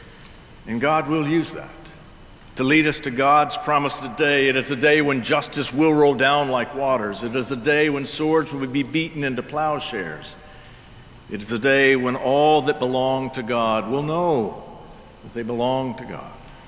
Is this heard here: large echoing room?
yes